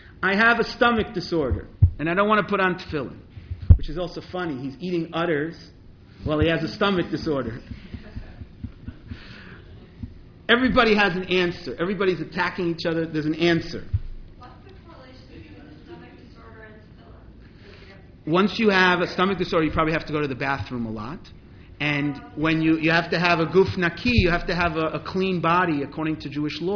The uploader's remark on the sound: This Stanley Rudoff Memorial High Holidays Lecture